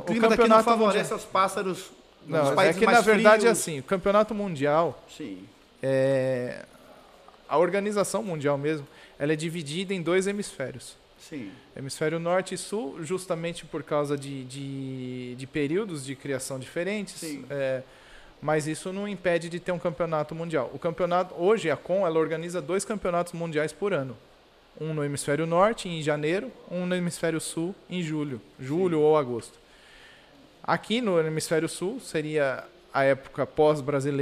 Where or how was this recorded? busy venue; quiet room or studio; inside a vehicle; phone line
busy venue